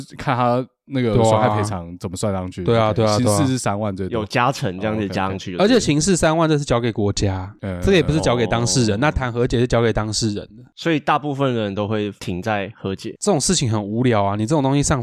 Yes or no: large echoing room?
no